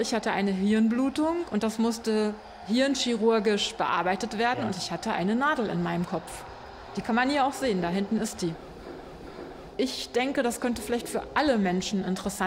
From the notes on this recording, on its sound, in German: Ausstellung in Bielefeld. Das Team von "Kanal 21" ist bei der Eröffnung der Ausstellung vor Ort und zeigt Aufnahmen der Vernissage.